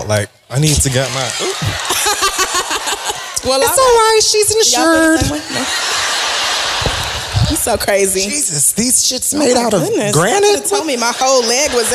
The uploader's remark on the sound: Live from Baltimore